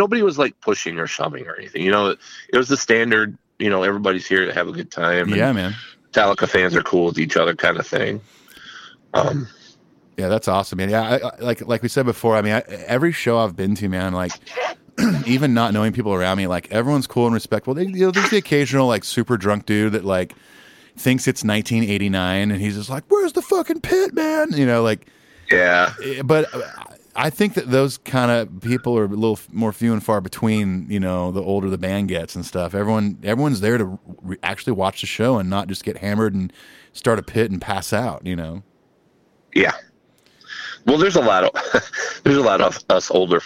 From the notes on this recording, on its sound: gets on the phone